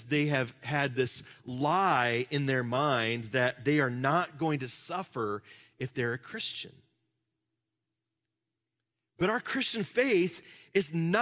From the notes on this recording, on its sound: Live from our Celebration Ministry Center